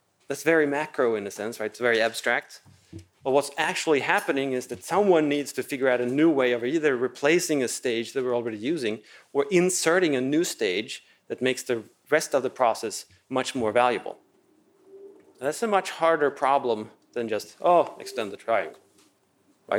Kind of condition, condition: setting, large echoing room